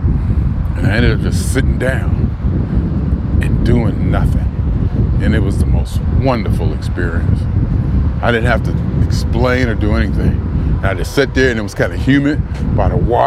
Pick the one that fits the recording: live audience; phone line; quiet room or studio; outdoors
outdoors